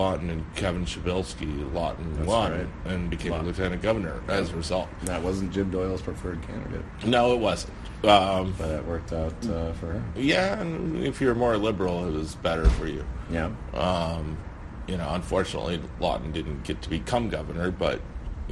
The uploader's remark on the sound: This week, we come to you from the Wisconsin Democratic Party Convention in Middleton.